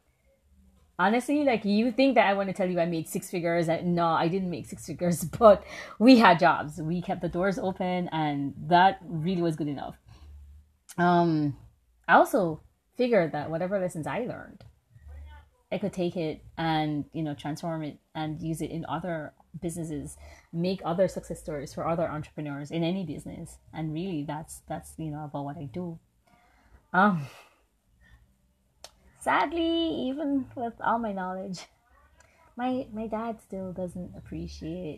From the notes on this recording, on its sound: Don't mind the many nature sounds.